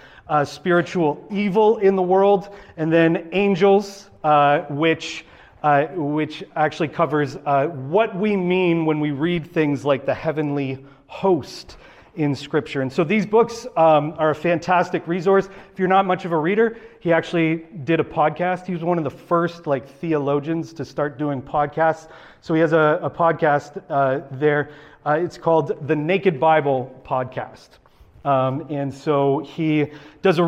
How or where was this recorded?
large echoing room